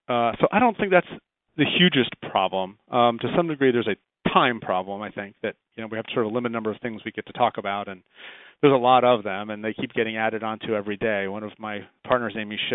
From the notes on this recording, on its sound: July 2010 Author in the Room® Teleconference